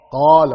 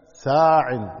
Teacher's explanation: وضح الألف، عط المد، عط حركتين · Term: مدا طبيعيا